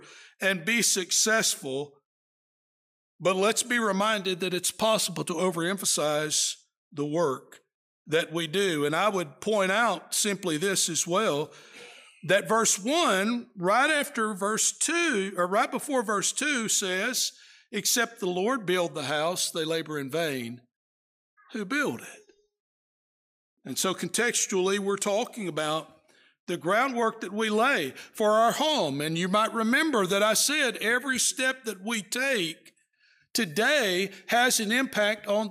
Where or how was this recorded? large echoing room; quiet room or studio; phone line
large echoing room